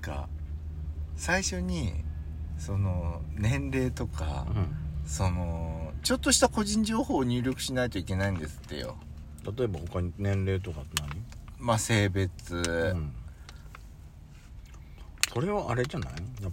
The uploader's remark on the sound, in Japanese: 2人組。パーキング収録。